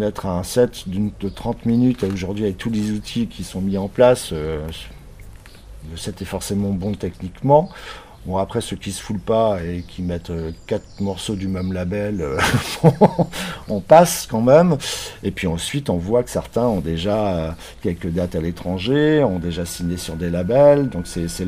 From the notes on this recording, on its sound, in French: C’est dans une petite cour intérieure ensoleillée, entourés d’oiseaux et située tout près la place Guérin. Astropolis s’empare de Brest.